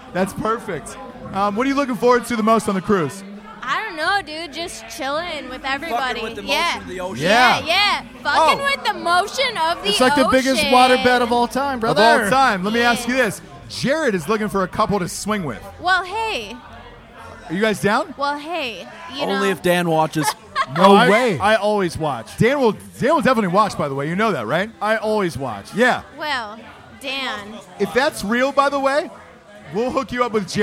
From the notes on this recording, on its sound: Live From Buck's Wild Strip Club In Houston! Throw an impromptu rager at a strip club in Houston, Texas the night before the Drinkin' Bros cruise with 40 drunk soon to be passengers...